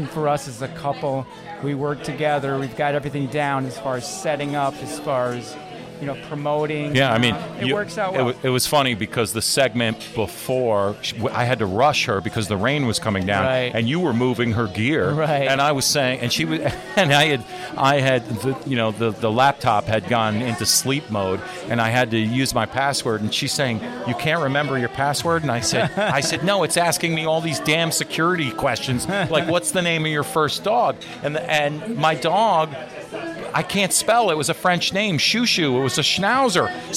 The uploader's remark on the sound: Bistro Mediterranean and Tapas Bar Remote. Offering live music on the patio.